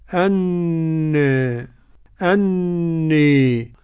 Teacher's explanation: التقليل بين الفتح الخالص وبين الإمالة